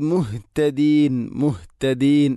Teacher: തൊണ്ടയുടെ ഏറ്റവും അടിഭാഗമാണ് ഹ ഇൻ്റെ മഖ്റജ്.